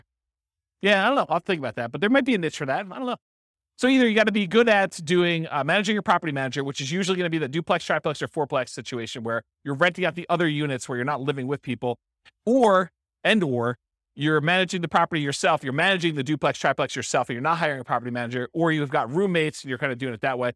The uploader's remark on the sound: This was a live class recorded.